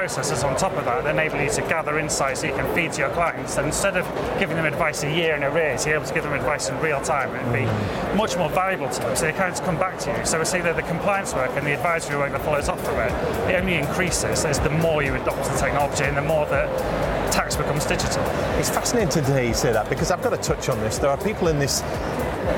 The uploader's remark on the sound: Live from Europe's Biggest Event 'Accountex'. A series of live interviews from Accountex 2022 in London recently. AIBN were the official broadcast partners of the event which featured the great and the good in the world of accounting and the many software/fintech vendors to the profession. Enjoy the live buzz of the event!